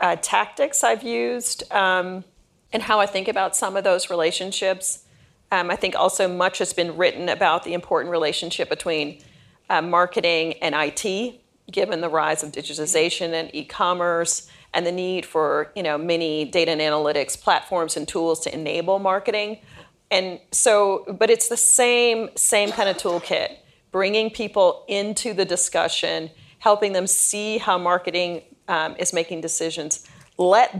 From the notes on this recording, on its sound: Recorded in front of an audience of marketers at 2022's Deloitte University's Next Generation Academy in Westlake, Texas.